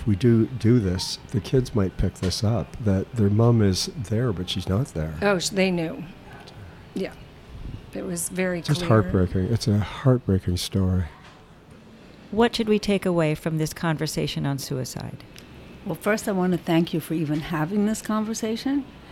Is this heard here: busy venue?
yes